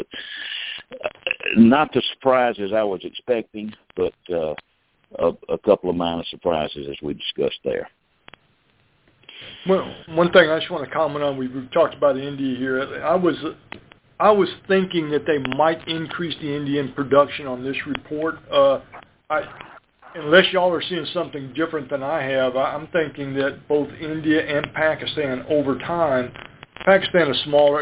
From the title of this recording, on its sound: Monthly Conference Call On Cotton